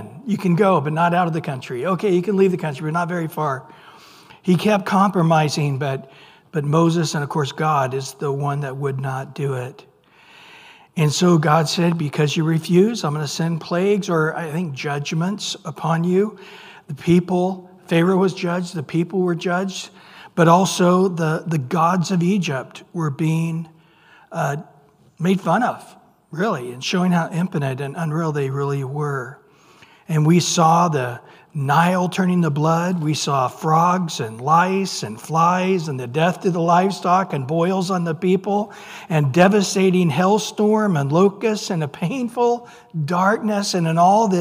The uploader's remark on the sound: Recorded at Calvary Chapel of Los Alamitos on May 3 2023 on Wednesday evening sermon.